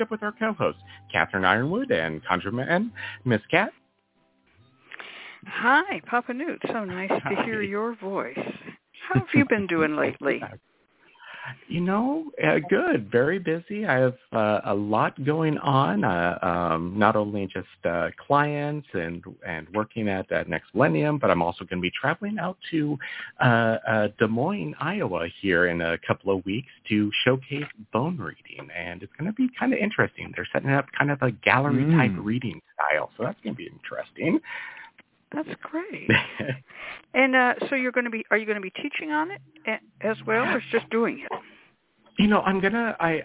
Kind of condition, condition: link, phone line